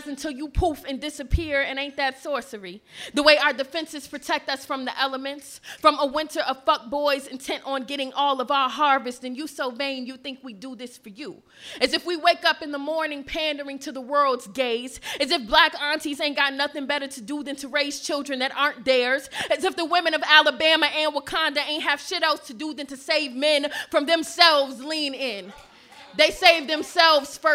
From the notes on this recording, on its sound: A field recording from Atlanta's poetry scene. Ventured out to Urban Grind in West Midtown to hear local poets perform before a live audience.